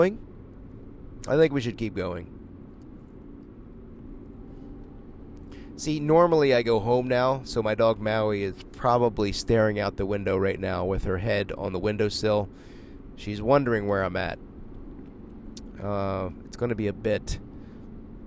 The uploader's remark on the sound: ON THE ROAD LIVE FROM MY JEEP! I’m broadcasting on the road! While driving!!